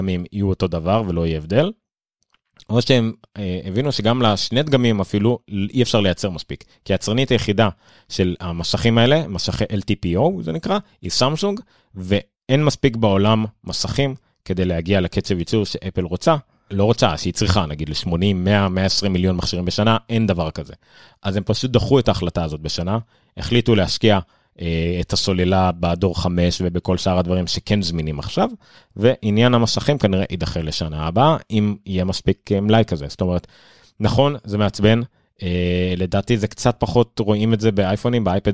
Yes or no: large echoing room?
no